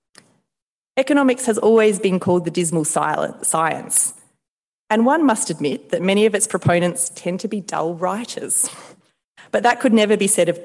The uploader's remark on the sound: Delivered the annual Giblin Lecture in Hobart last week. A partnership between the University of Tasmania and the Tasmanian branch of the Economic Society of Australia.